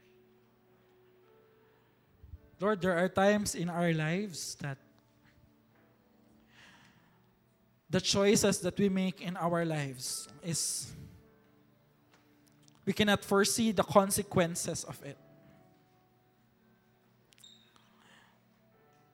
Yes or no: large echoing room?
yes